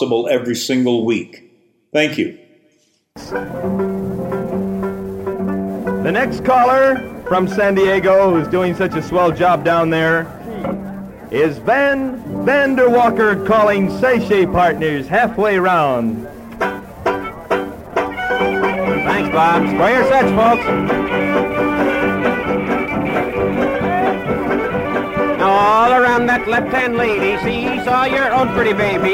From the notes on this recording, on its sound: Live Dance Recording of Santa Monica Jubilee (1950). Calling a dance live.